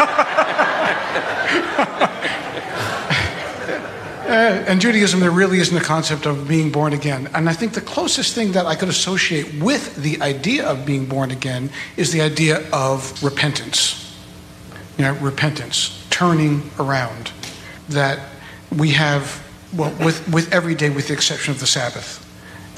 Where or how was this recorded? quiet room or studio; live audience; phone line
live audience